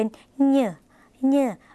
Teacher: ออกเสียงขึ้นจมูกเป็นเงือเงือเหมือนในภาษาเหนือหรือภาษาอีสาน